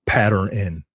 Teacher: when they pronounce the word pattern, like they add an N. Like the N has its own syllable. Pattern N. Not pattern.